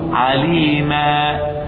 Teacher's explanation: إذا وقفت على كلمة عليما أبدلت التنوين ألف، وإذا وصلت حذف الألف. فأحيانا يأتي المد الطبيعي في الوقت دون الوصل، يثبت في الوقت دون الوصل. · Term: عوض عن التنوين